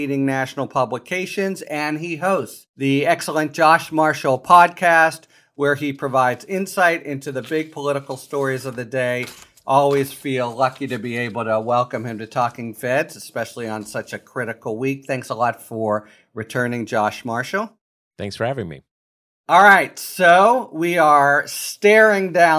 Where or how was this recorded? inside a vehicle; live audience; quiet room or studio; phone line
quiet room or studio